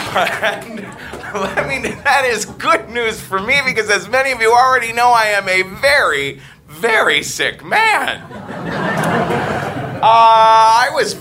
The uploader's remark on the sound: Live From NYC Podfest 2014